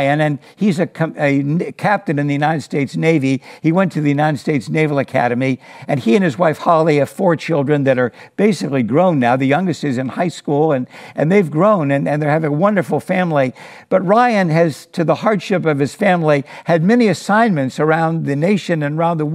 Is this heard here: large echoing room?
yes